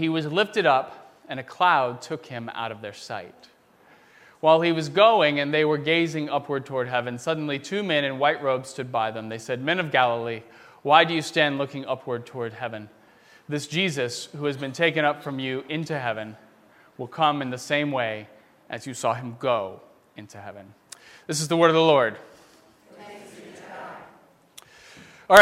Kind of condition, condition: setting, large echoing room